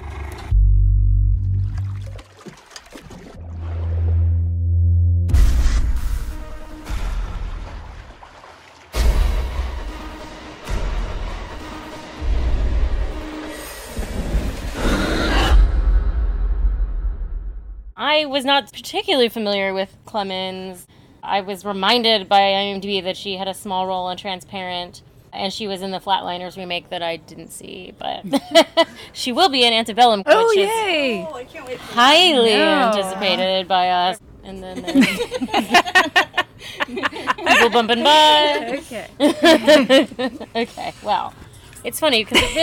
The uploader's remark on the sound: With plenty of ambient sound to set the scene.